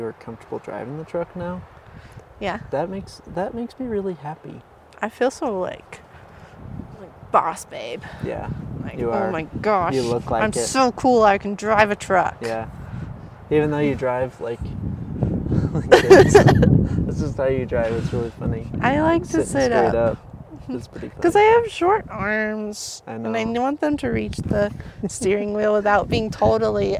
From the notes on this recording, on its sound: This episode is recorded in another new place because we're camping!